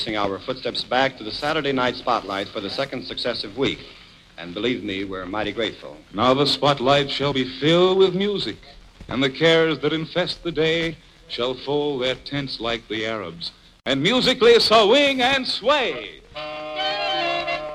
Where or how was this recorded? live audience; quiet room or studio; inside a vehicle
live audience